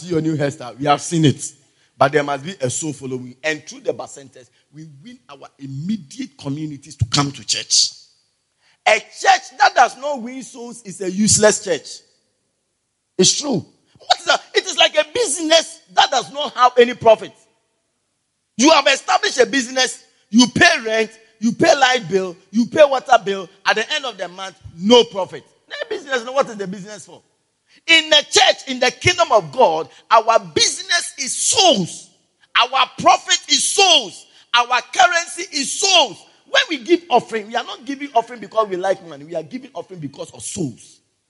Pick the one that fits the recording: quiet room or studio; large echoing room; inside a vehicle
large echoing room